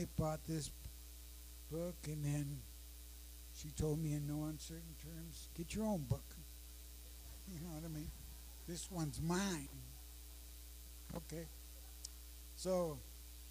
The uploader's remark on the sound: Sorry, low audio.